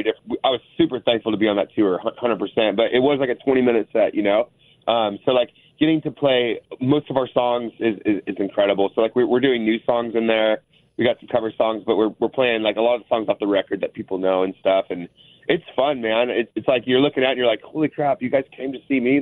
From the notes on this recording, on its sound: called in to chat